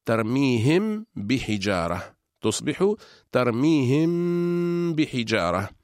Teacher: أما الحكم الثاني من أحكام الميم الساكنة فهو الإخفاء، ويكون إخفاء الميم الساكنة إذا جاء بعدها حرف واحد وهو حرف الباء، مثل قول الله تعالى ترميهم بحجارة، تصبح ترميهم بحجارة، فالميم من الشفتين وكذلك الباء من الشفتين، فهما حرفان من مخرج واحد، إلا أن الميم فيها غنة والباء ليس فيها غنة